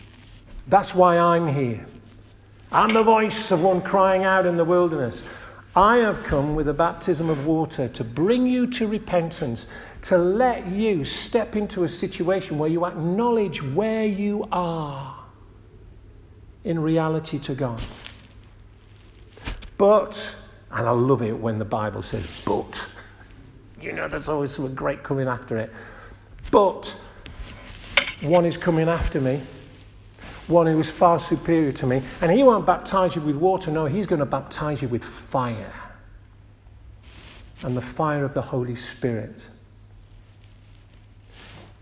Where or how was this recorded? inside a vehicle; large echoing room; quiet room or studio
large echoing room